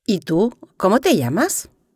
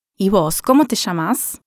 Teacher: In secondo luogo, la pronuncia rioplatense si identifica anche per il cosiddetto reilamiento, ovvero la resa della Y e della doppia L con un suono fricativo che sembra un fruscio, sh o zh · Shown in: second take